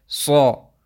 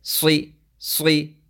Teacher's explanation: So sa is with itbaq, but it's heavier. But sri is also with itbaq, but with a lighter itbaq